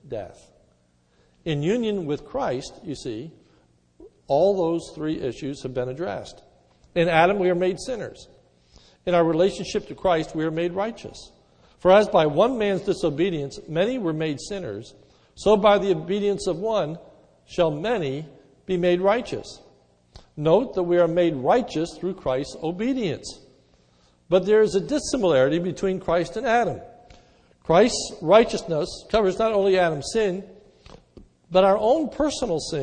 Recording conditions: large echoing room